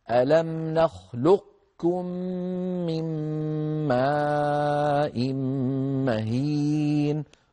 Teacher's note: بعض القبائل العربية تبقي من القاف صفة الاستعلاء